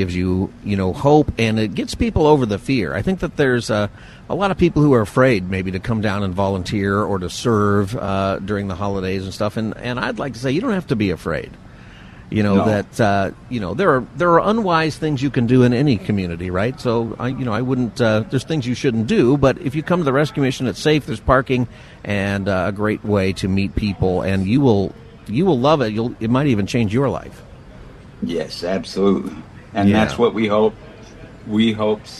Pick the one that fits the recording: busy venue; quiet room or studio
busy venue